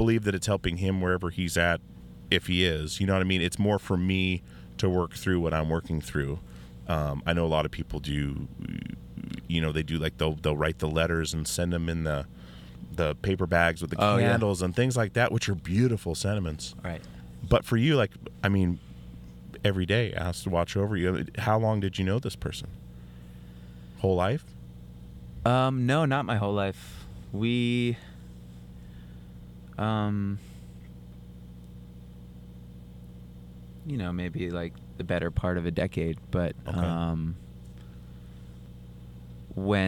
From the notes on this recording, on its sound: Gets in the van (literally in the front seat). On his solo tour in Portland Oregon at the Hawthorne Theater for a chat.